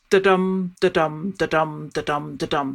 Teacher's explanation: And iambic pentameter means the pentameter part is five feet in a line. And the feet go unstressed, stressed